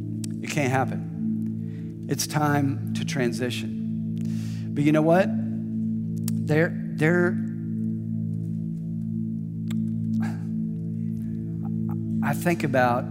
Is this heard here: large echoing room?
yes